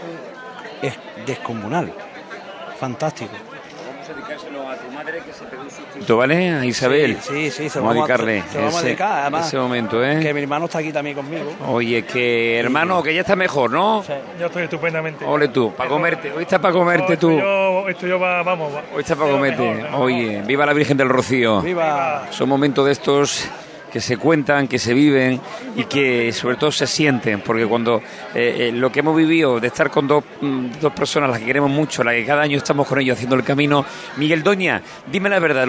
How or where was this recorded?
outdoors